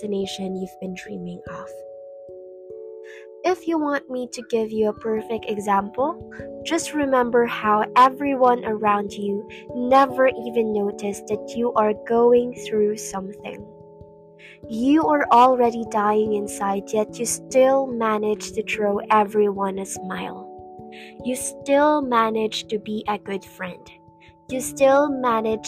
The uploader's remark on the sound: Sorry for the background noises guys.